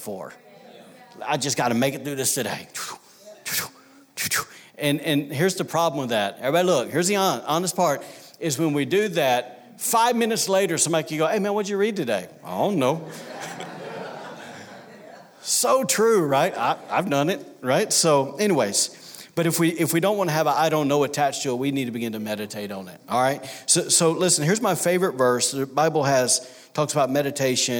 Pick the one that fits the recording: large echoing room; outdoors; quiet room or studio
large echoing room